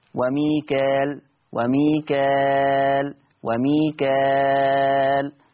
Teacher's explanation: بالألف المادية من غير همزة بعدها، ما فيش همزة بعد الألف، من غير همزة بعدها فتصير مد طبيعي، فتصير مد طبيعي لما أوصلها، لكن لما أقف عليها تبقى مد عرض للسكون.